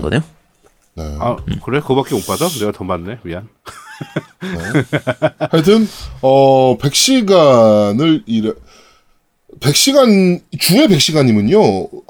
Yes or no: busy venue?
no